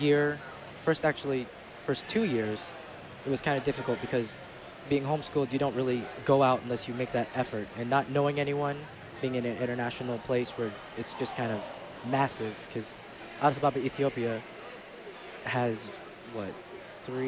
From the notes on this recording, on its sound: Live from the 2019 LCMS National Youth Gathering